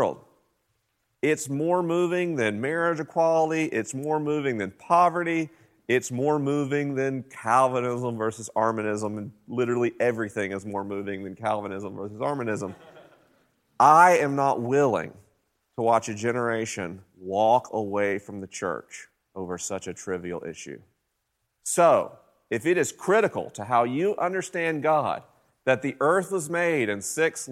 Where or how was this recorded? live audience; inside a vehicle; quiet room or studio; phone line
live audience